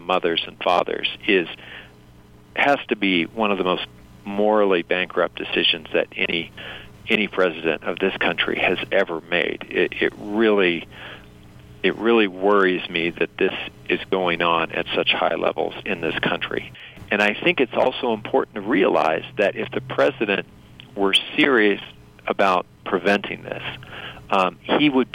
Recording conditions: phone line